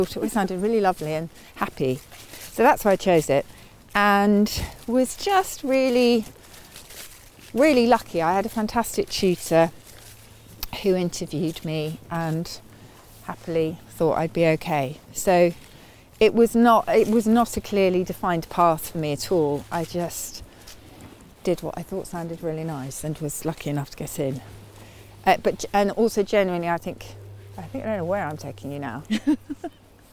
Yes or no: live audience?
no